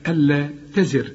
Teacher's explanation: الحرف الراء اللي قبله مكسور عند الوقف، خد بالك، نرقق